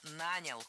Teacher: Ударение в этом слове падает на первый слог во всех формах прошедшего времени, кроме женского рода. Он нанял, оно наняло, они наняли, но она наняла.